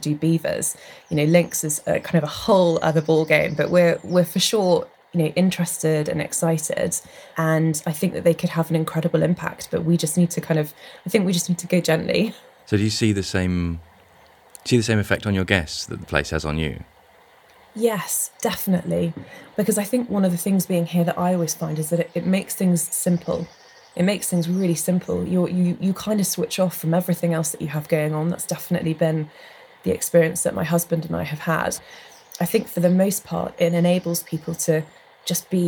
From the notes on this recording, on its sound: We’re heading into the great outdoors. The land where they run their glamping holidays in Cornwall and get interrupted by a nosy chicken.